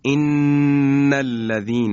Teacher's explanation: یا میگیم ان الذین، این نون مشدد در فضای بینی هست · Term: غنه